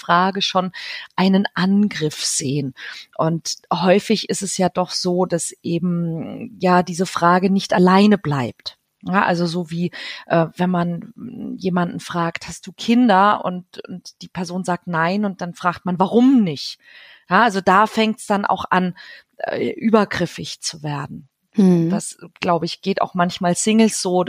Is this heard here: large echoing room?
no